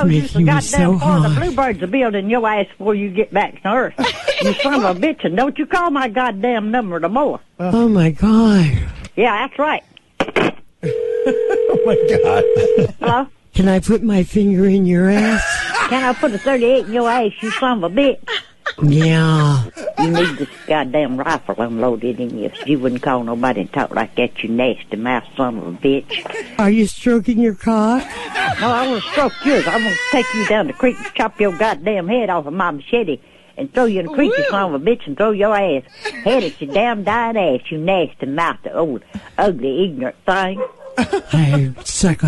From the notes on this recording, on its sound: Prank Phone Calls